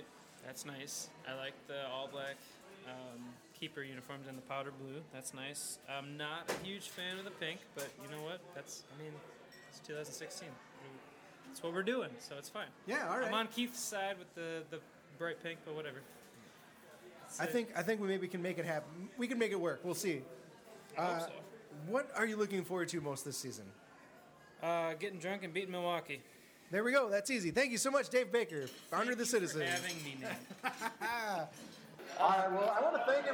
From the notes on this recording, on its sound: first ever live podcast as they MC the 2016 Kit Launch